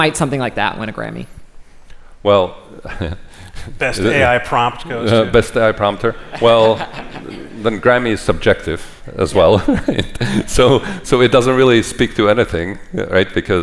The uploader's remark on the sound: live on stage at the Code conference